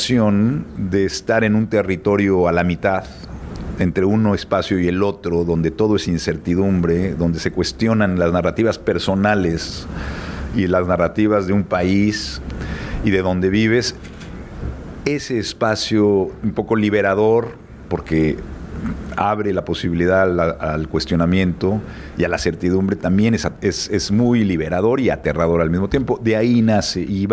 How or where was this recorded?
busy venue